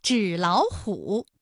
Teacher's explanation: 第一个音节变成21，第二个音节变成35